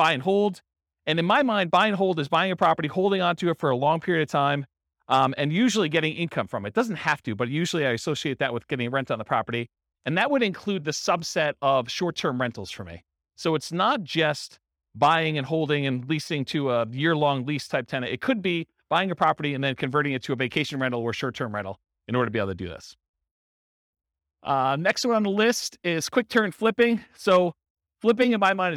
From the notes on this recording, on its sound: This was a live class recorded